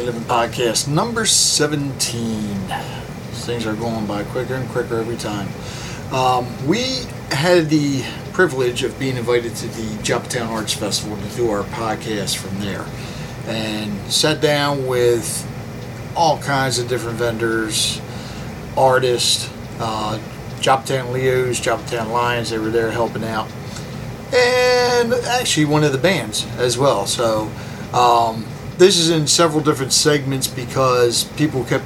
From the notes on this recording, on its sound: spoke with different Artists at the first Joppatowne Arts Festival